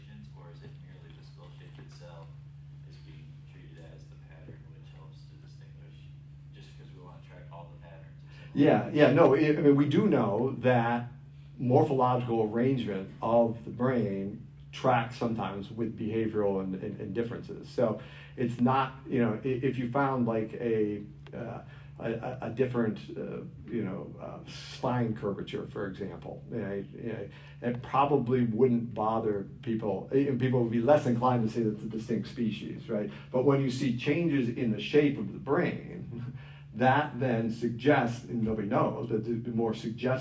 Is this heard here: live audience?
yes